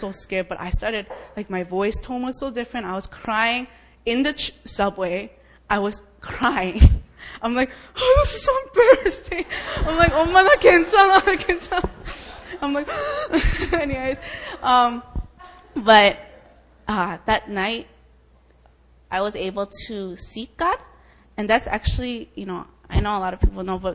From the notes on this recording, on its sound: Friday Fire Prayer Meeting, Open Mic Night. New Philadelphia Church (formerly known as JSEM).